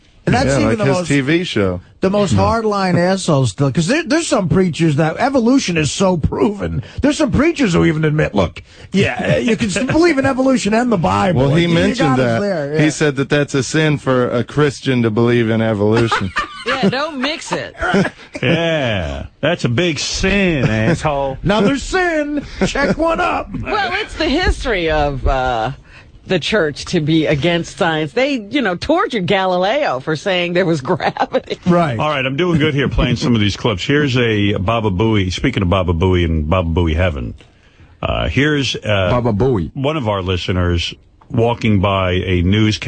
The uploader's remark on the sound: Prank Phone Calls